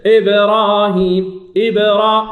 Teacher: ابراهيم ابرا، لا اقول اب واسكت، لا نقول ابراهيم. اذا الاصطدام اعطى الصوت لانني ابعدت الشفتين. الميم العكس، الميم هناك اصطدام لكن ليس اصطداما قويا.